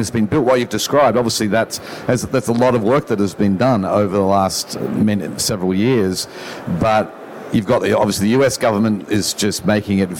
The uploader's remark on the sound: I used the opportunity of being together in person to record an interview. Recorded in the podcast theater at the event.